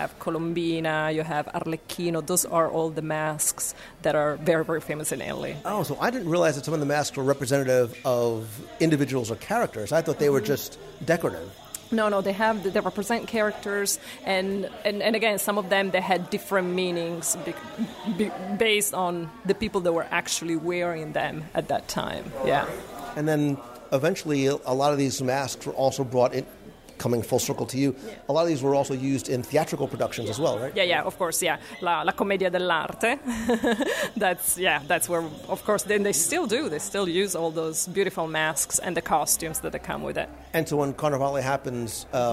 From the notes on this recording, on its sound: For this episode, I was joined by a friend from Italy who helps to compare and contrast the pavilion with the country. Recorded live as we wandered through the pavilion.